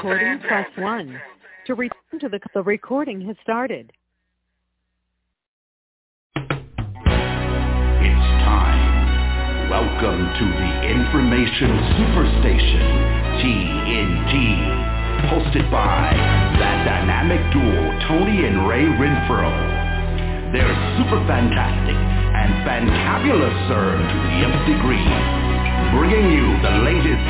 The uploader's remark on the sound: TNTSuperfantastic Conference Call